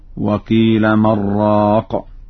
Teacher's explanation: وقيل من راق، فقد قرأ ورش بدون سكت على النون هكذا: وقيل من راق.